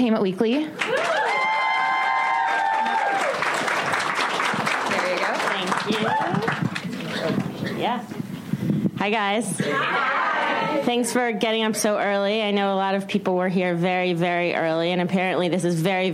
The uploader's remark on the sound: From ATX Television Festival. An intimate conversation. Recorded June 5, 2015 at ATX Television Festival.